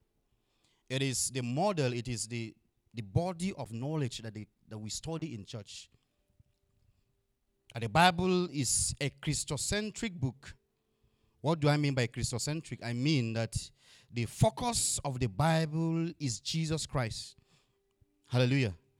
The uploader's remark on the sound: Audio recording of the sermon on Sunday 13, March 2022